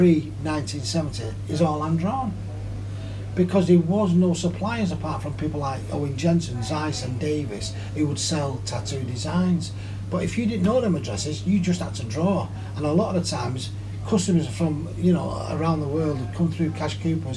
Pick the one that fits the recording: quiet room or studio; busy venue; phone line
busy venue